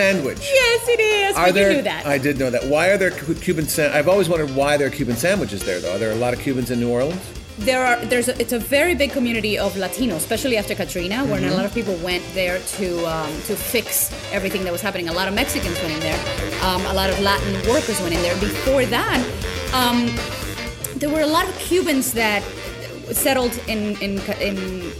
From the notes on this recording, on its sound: a live remote broadcast from the 45th annual New Orleans Jazz & Heritage Festival